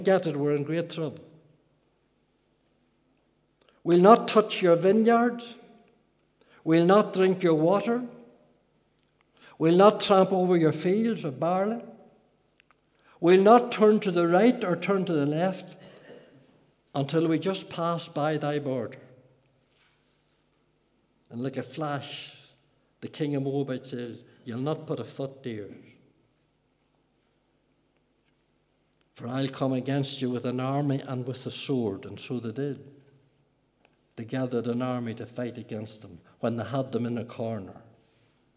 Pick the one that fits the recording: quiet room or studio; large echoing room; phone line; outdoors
large echoing room